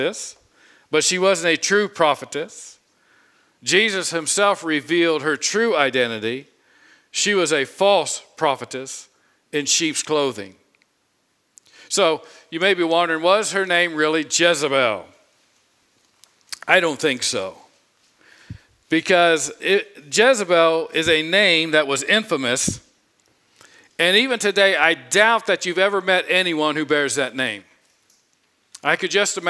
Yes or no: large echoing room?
yes